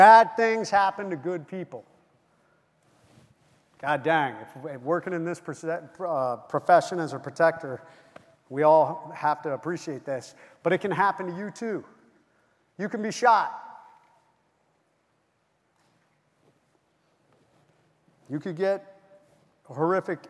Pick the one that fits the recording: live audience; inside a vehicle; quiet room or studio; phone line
live audience